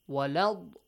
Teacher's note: it has a heavy sound, an isti'ala sound